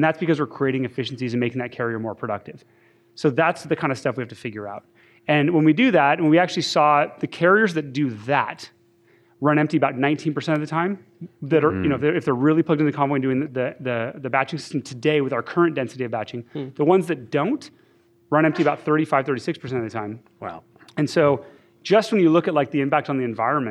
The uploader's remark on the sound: Coming to you live from the University of Washington. Are joined by hundreds of awesome Seattle listeners (and a few non-Seattle listeners!).